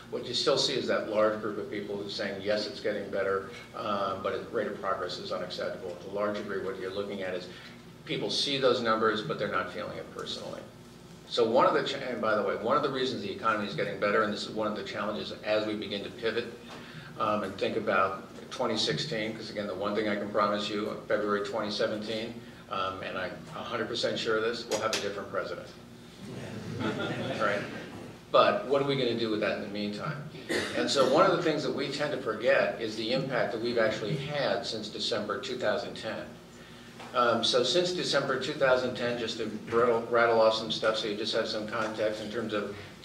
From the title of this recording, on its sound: Addresses The Ripon Society's 5th Annual Symposium At Mount Vernon on Feb 22, 2015